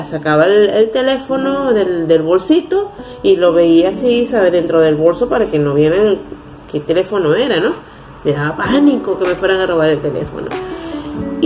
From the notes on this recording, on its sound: Recorded with: Telephone Motorola E5. Using Wondershare Filmora 9.